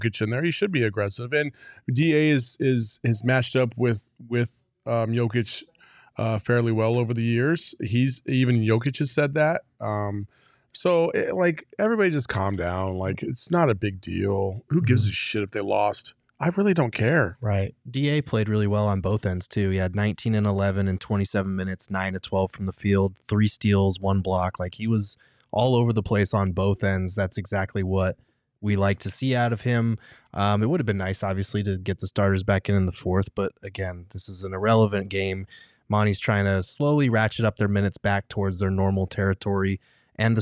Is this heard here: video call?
no